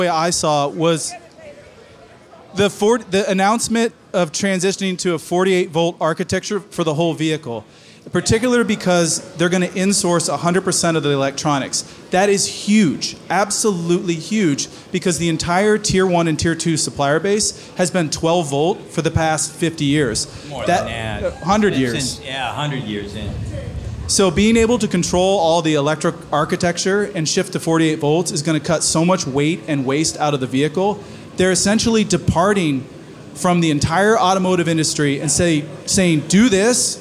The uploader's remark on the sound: Tesla Investor Day Panel at Clive Bar.